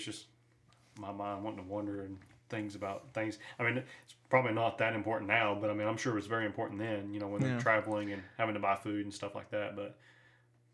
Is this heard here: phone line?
no